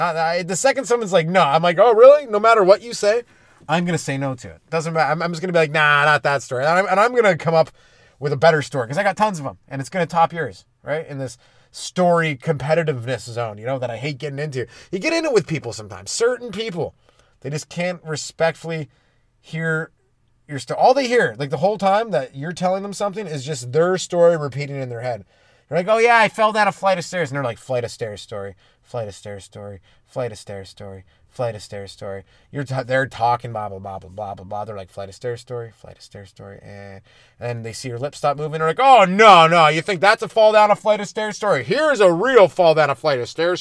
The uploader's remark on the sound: This week its coming to live from the Comedy Padcast Studio headquarters in the front seat of my CRV parked in a driveway.